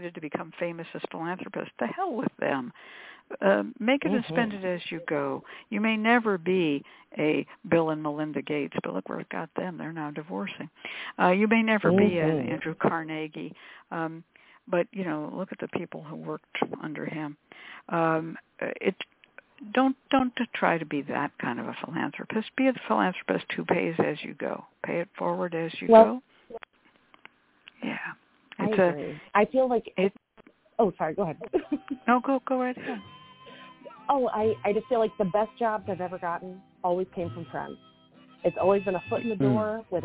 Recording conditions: phone line